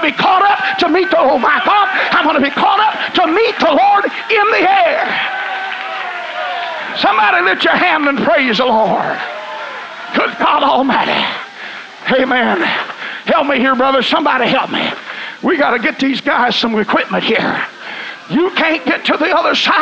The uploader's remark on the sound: This message of encouragement was preached in New Summerfield, Texas at ALJC Texas Camp.